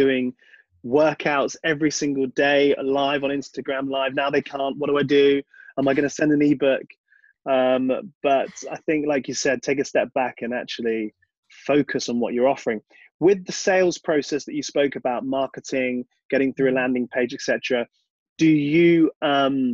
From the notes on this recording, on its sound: This podcast was recorded online during COVID-19 lockdown.